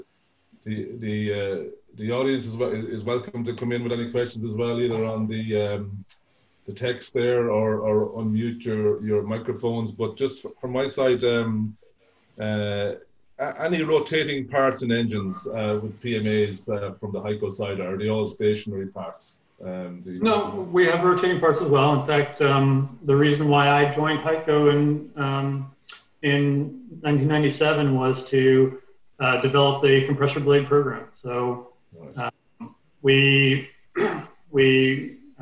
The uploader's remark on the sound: APTN Zoom Call.